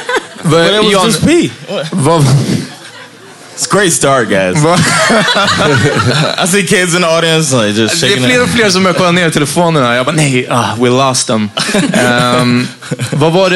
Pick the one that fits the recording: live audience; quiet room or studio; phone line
live audience